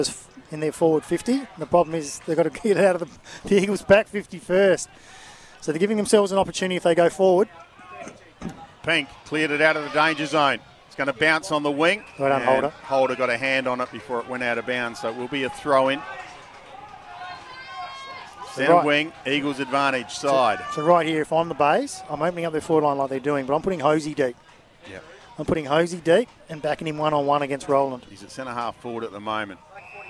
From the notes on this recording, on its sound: The Eagles take on the Tigers at Maughan Thiem KIA Oval in front of a big crowd and it's an absolute thriller!